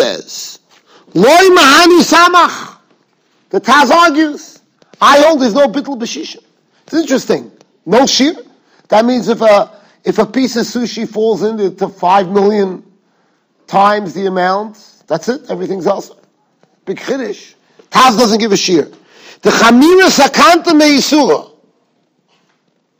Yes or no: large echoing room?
yes